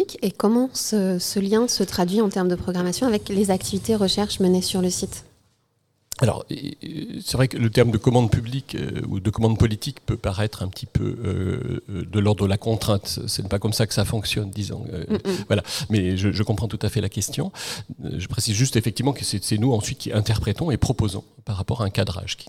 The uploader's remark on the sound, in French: En direct de l'Ecole de l'Anthropocène 2023